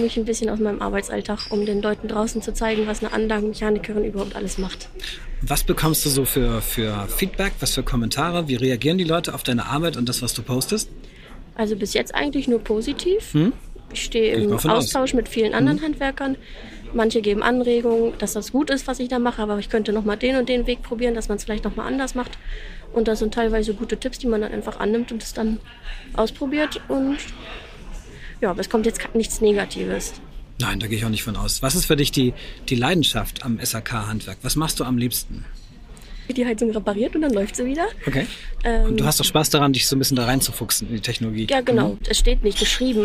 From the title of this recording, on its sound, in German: Live vor Ort beim Viessmann Influencer Tag